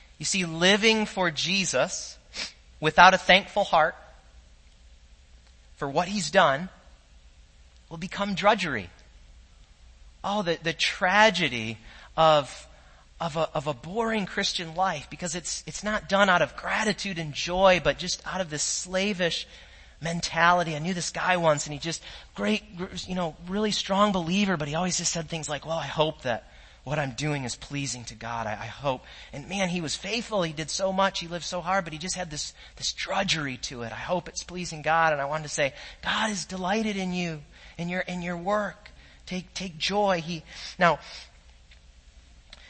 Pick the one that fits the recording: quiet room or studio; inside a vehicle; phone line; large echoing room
large echoing room